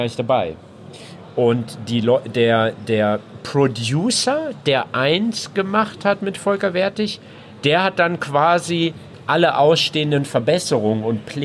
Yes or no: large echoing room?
no